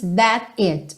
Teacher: Ele dá realmente uma pequena pausa aí entre o that e o it.